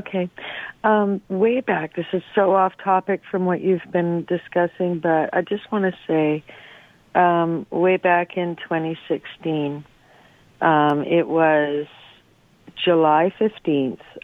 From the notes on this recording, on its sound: Open Phones. Fields calls from listeners.